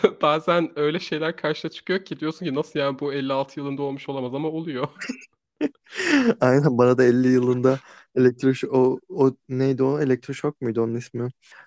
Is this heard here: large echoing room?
no